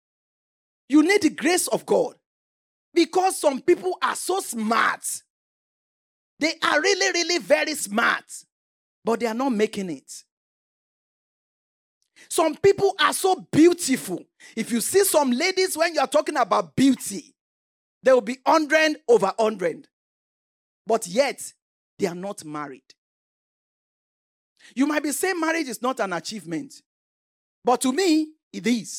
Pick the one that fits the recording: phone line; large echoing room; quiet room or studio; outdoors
large echoing room